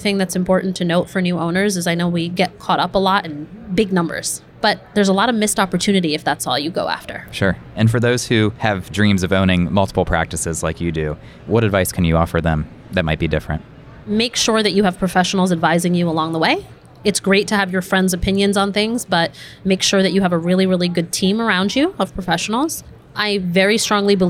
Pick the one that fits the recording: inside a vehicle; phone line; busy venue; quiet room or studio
busy venue